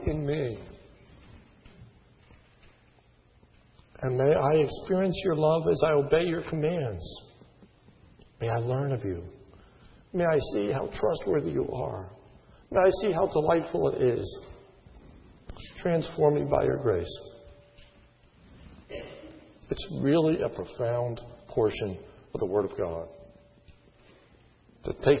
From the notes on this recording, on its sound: sermon was recorded on 2/14/10 in the morning service